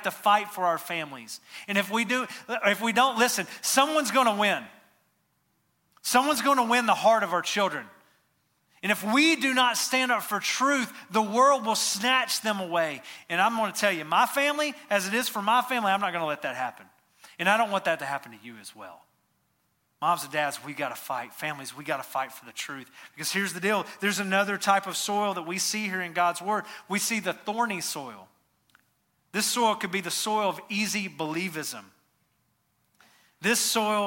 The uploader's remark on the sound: Recorded from the LifePoint Church Smyrna Campus in Smyrna, TN.